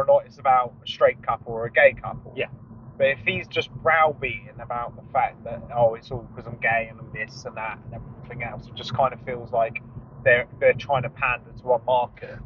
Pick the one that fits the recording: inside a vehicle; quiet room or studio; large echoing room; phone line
inside a vehicle